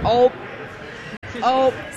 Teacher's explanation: Wisconsin and the UP definitely share key features, like the long O